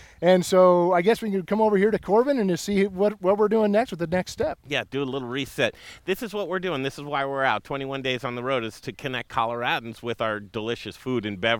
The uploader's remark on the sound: What an incredible Colorado farm family right here! Live at Jager's Livestock. Did we mention the goats?